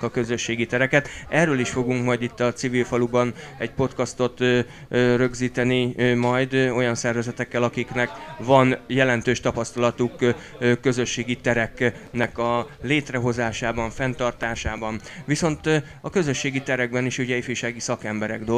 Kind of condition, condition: setting, busy venue